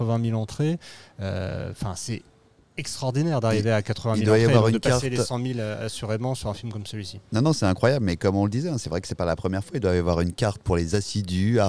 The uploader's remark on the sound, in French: Episode enregistré au cinéma Les 7 Batignolles le mardi 9 mai 2023